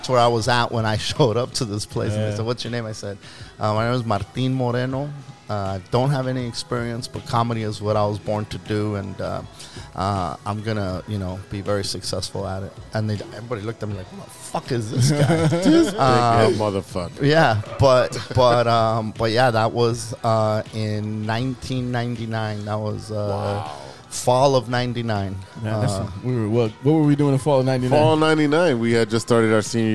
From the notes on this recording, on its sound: Record remote from Estrella Negra!